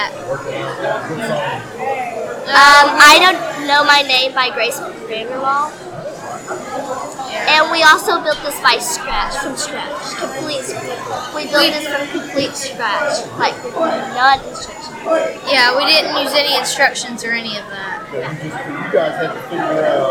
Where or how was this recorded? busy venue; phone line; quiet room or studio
busy venue